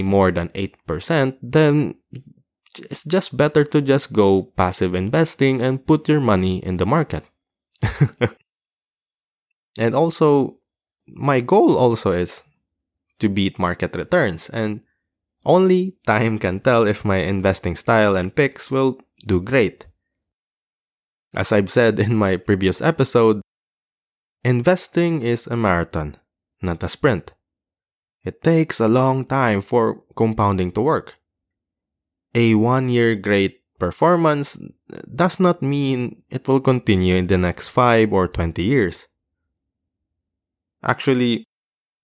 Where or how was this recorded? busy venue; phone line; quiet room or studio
quiet room or studio